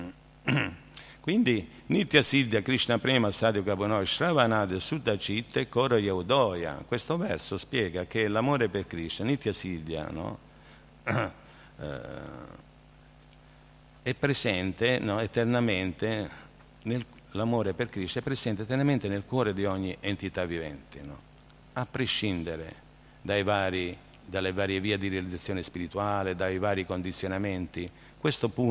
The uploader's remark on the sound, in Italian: in diretta dal Tempio di Villa Vrindavana